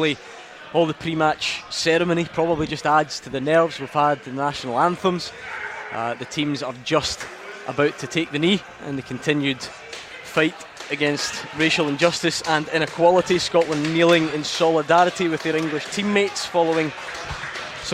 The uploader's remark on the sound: live from Scotland HQ at Drygate Brewery